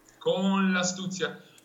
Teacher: The rule is that it is a closed O